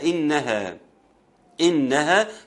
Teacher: إنها في حرف غنة مشدد اللي هو النون المشددة